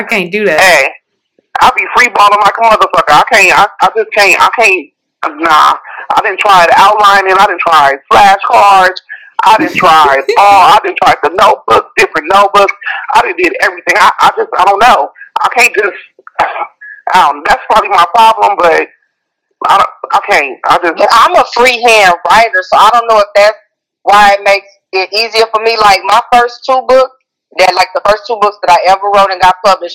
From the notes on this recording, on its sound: On the phone interviewing authors